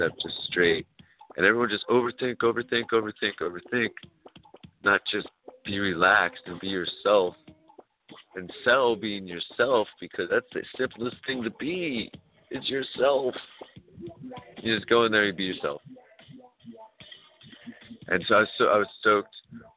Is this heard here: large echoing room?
no